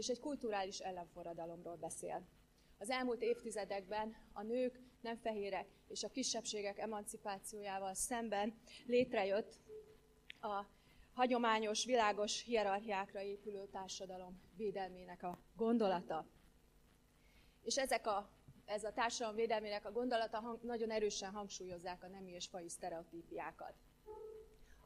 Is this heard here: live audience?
yes